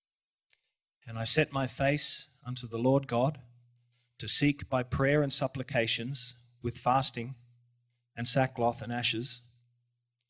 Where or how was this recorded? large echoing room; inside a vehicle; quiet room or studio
large echoing room